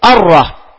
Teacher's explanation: ലാമിനെ റായിലേക്ക് ഇദ്ഗാം ചെയ്തു. ലി തഖാറുബിഹിമ, അവ രണ്ടും മഖ്റജിൽ അടുപ്പുണ്ട്, ലാ റാ മഖ്റജ് അടുത്തടുത്താ, അതാ തഖാറുബ്, അടുപ്പുള്ളത് കൊണ്ട് എന്തു ചെയ്തു, ലാമിനെ റായിലേക്ക് എന്ത് ചെയ്തു, ഇദ്ഗാം എന്ന് പറഞ്ഞാൽ കൂട്ടിലയിപ്പിച്ചു.